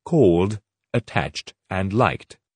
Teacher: The only way to do this is by pronouncing the past form with d or t at the end, not id.